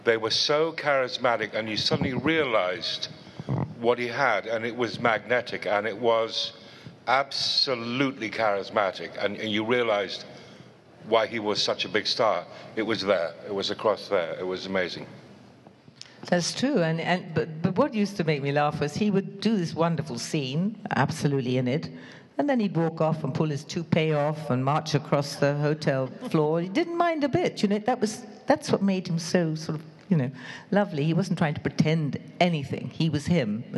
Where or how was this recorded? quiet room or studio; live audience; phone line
live audience